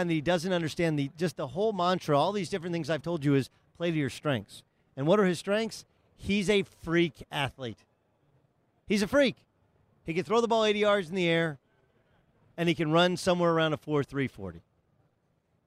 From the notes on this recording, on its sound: Live from San Antonio for the Final Four